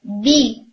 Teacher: parting होगी यानी separation होगी, तबाउद होगा लिप्स का क्योंकि बा है, लिप्स से आ रहा है